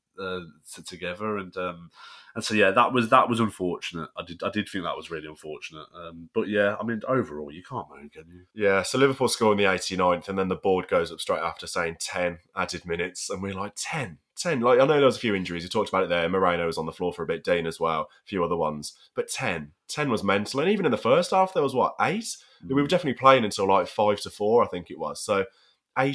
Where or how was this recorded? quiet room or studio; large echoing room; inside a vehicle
quiet room or studio